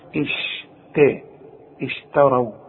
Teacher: فرقق لي الشين ورقق لي التاء، واوعى تطلعها لي طاء